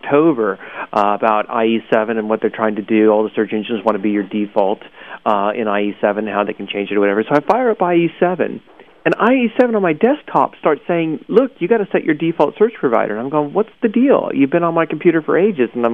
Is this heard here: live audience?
no